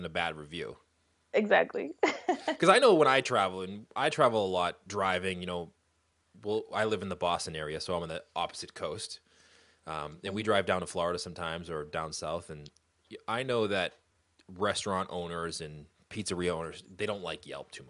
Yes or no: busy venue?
no